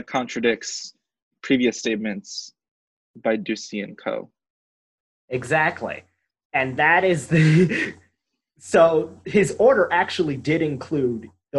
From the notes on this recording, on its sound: We once again recorded this show via Zoom and we apologize for any quality issues with the audio, we are working out how to make it better.